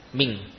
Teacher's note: nun tidak lagi dilafadzkan dari ujung lidah, namun dari mana, pangkal lidah · Term: ikhfa